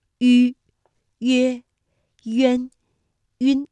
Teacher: 两唇要拢圆，略向前凸，舌尖抵住下齿背，使舌面前部隆起和硬腭前部相对 · Term: 舌面单韵母